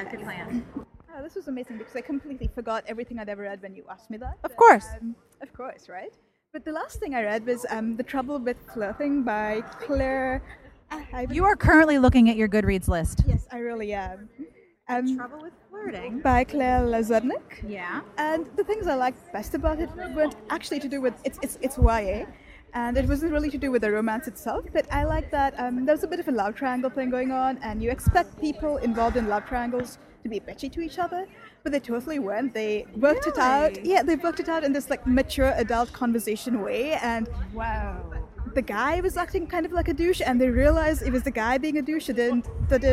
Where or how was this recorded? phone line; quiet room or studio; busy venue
busy venue